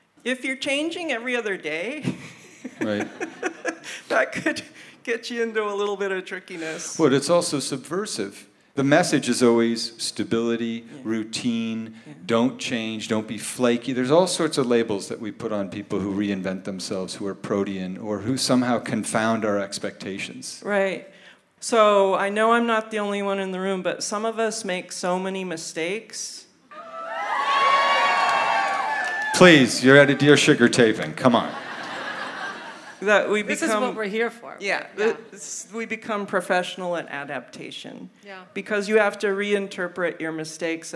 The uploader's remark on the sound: Live In Portland. Record the show in front of a live audience at Revolution Hall in Portland, OR.